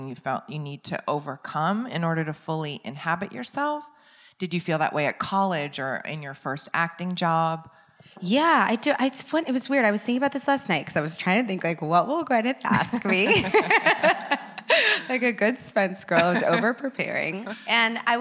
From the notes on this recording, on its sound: in front of a live audience